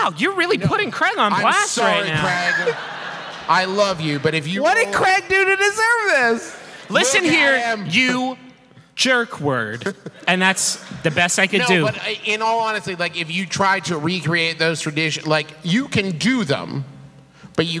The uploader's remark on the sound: This one was even more special because we recorded it live in Huntington, WV.